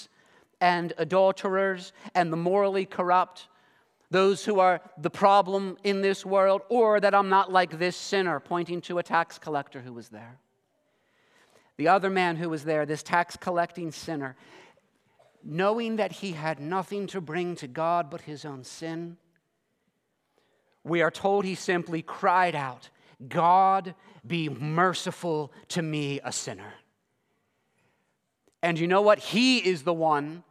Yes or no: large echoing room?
yes